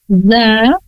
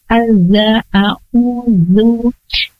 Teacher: lidah ujung ke ujung gigi seri atas, za, a'u, zu.